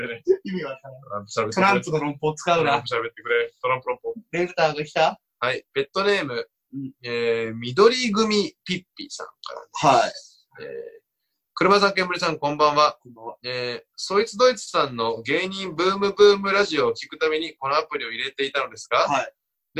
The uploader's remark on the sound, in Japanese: まっさらブルーシートの上でお送りする音質ちょい悪回